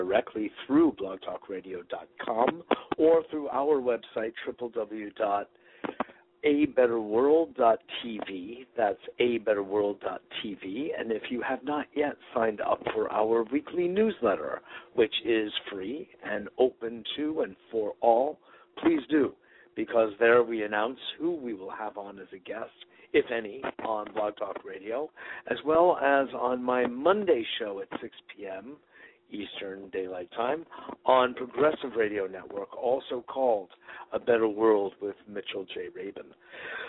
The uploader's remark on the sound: Today is a chance for listeners to call